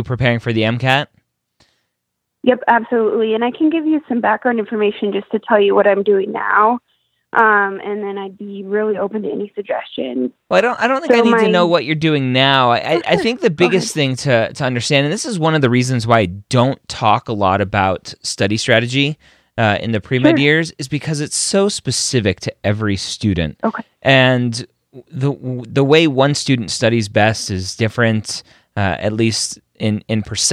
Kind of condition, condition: link, phone line